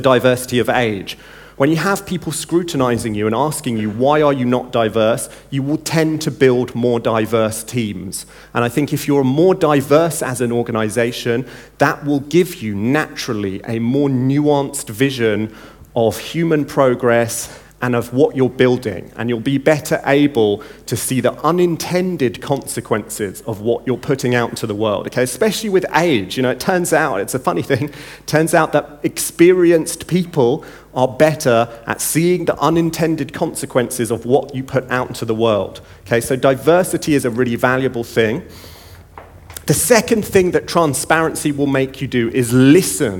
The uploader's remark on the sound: In the opening keynote at NEXT17